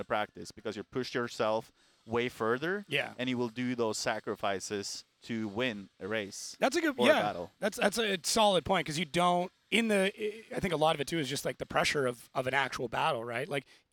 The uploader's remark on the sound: Chats live with drivers live at Formula Drift Seattle. Audio Engineering by J-One Audio Services.